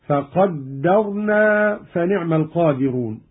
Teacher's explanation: قرأ قالون بتشديد الدال: من التقدير هكذا: فقدرنا فنعم القادرون.